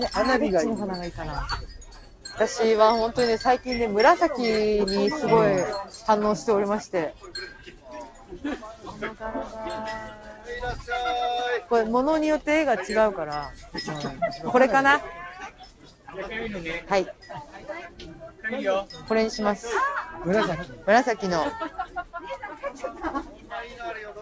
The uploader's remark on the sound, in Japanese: 初の街ブラ収録です！浅草浅草寺のほおずき市に行ってきましたー！！ほおずきのオレンジと風鈴の音色に癒されました。